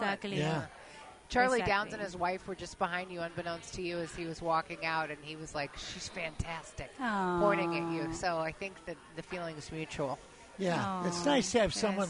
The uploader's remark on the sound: Live From SugarFire